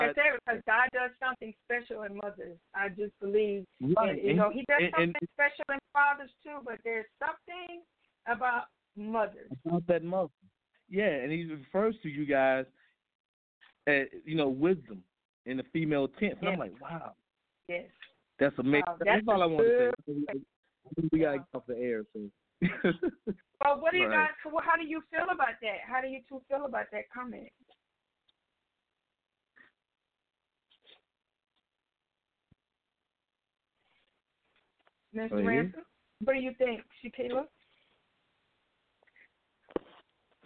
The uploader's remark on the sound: Phone lines will be opened to everyone who would like to call in and render honor to their mother.